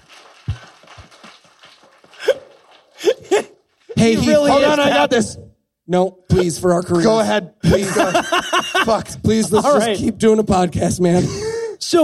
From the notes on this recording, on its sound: Live from the American Atheist Conference in Cincinnati. We team up live in Cincinnati, Ohio from the American Atheist Conference.